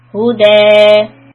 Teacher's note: It is on a ya or alif maksura. So when we stop, the hudan sound becomes huda, and it stretches for two counts.